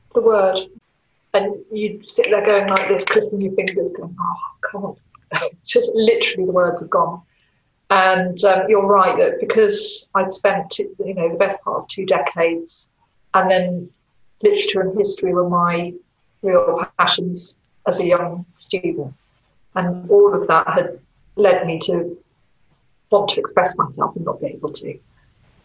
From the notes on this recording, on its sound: Online, via video call. For one of our 'Lockdown Exchanges' that took place as part of City of Literature - a week of conversations, reflections and connections presented by the National Centre for Writing and Norfolk & Norwich Festival.